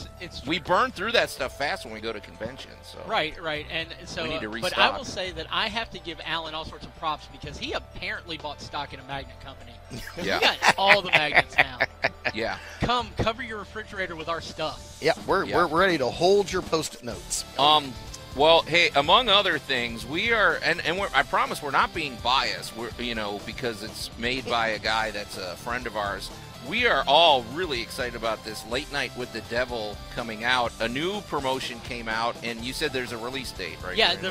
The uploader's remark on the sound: Live From The Agricenter